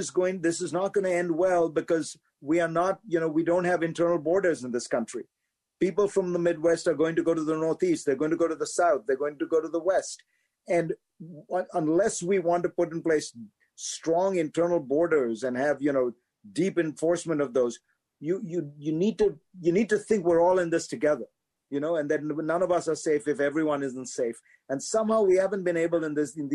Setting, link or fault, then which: link, video call